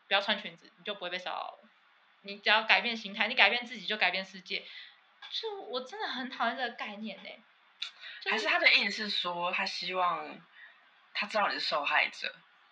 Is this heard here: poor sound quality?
yes